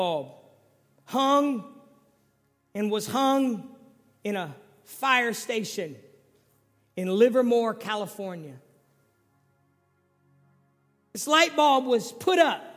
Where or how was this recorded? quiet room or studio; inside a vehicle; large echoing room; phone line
large echoing room